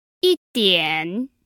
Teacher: That's a first tone followed by a third tone.